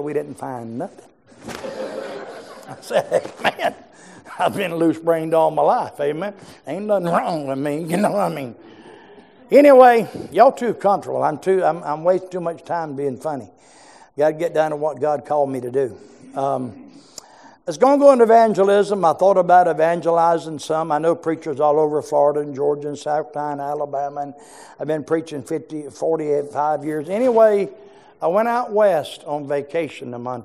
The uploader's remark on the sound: preached in our morning service